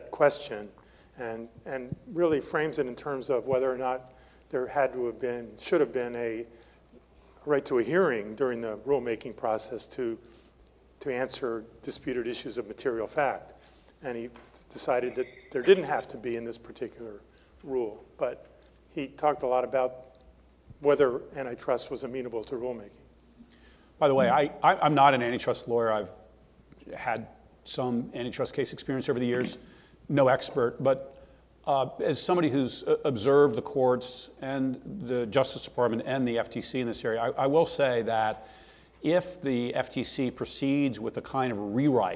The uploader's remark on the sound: This episode is from the third panel of the Gray Center’s October 14 conference, “The Administration of Antitrust: The FTC and the Rule of Law.”